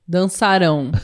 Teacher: Então, é, temos esses dois sons nasais também na conjugação dos verbos na terceira pessoa, no passado e no futuro. A diferença é a sílaba tônica. No futuro é a última